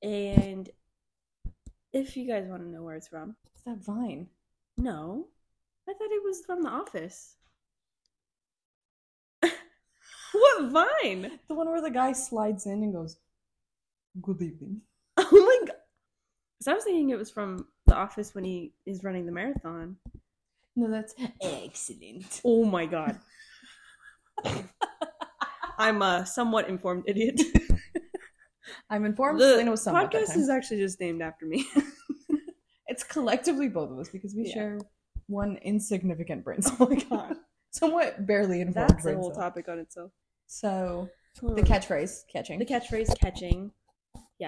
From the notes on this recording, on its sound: Our audio quality might be a bit wonky here as we were just starting out.